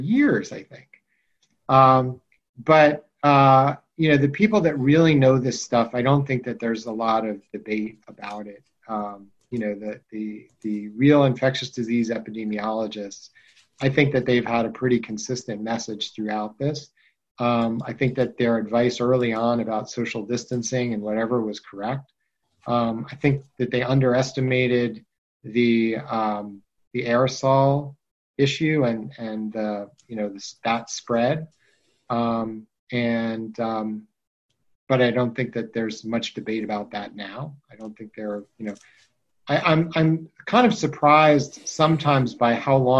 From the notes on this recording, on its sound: on the Zoom